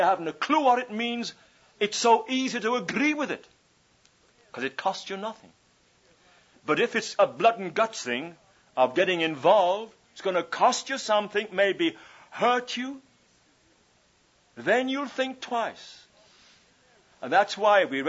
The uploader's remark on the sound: Session 7 from His Hill's 1981 Thanksgiving Conference